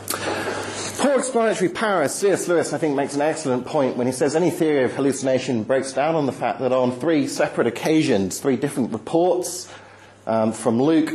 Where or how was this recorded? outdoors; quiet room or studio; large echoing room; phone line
large echoing room